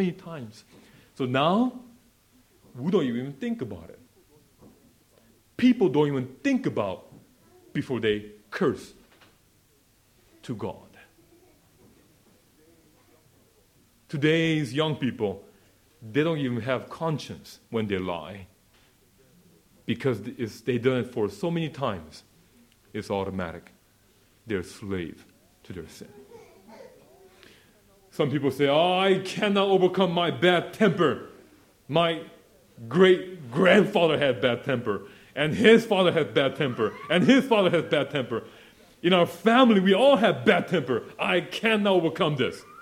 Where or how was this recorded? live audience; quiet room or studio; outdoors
live audience